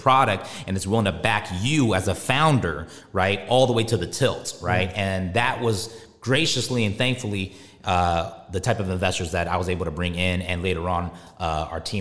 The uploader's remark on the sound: Live in Dubai